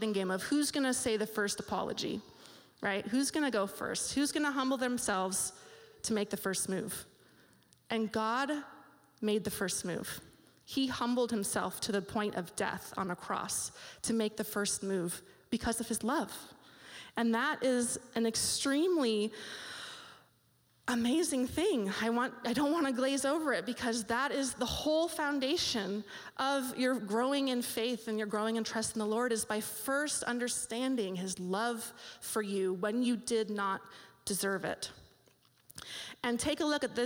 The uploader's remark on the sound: This live audio recording was taped at Cornerstone Community Church’s Mom2Mom group in Wildomar, CA on October 6th, 2016